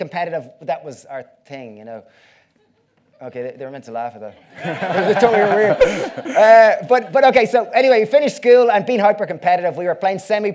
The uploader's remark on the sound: This talk was recorded on the Vevolution stage at Vevolution Festival 2019.